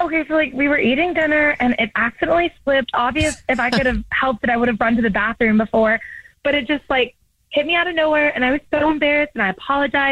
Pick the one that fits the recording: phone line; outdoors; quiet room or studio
phone line